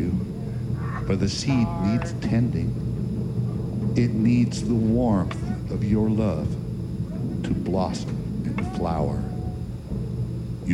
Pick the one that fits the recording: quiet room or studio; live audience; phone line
live audience